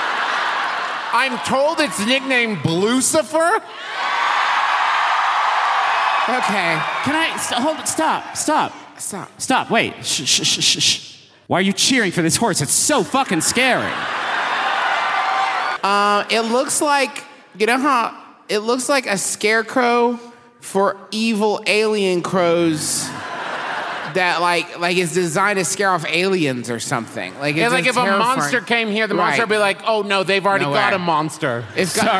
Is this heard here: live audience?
yes